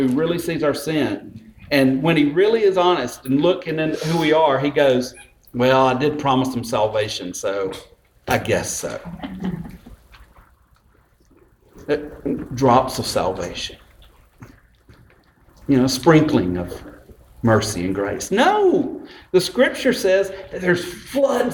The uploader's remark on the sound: This sermon was delivered on Sunday, December 9, 2018 at Westminster Presbyterian Church in Columbus, GA.